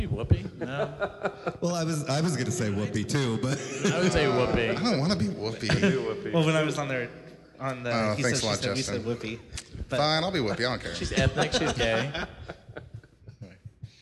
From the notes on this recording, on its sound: A Special podcast recorded with a live audience at the San Diego LGBT Center. They answer many bear-related questions from the audience.